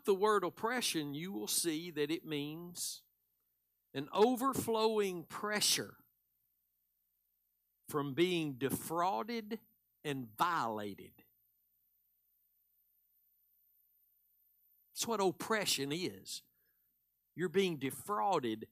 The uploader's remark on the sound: Live Sunday Morning Service